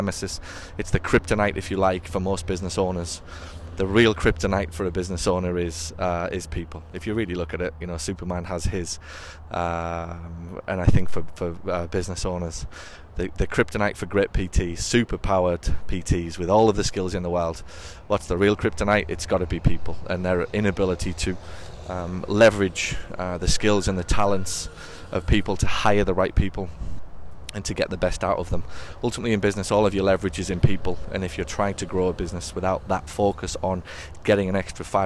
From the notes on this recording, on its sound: Walks around Nashville while recapping the Nashville mastermind event last week.